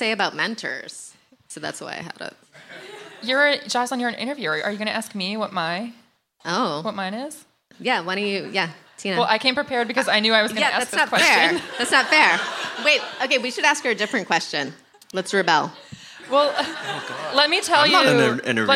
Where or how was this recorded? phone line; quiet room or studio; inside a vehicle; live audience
live audience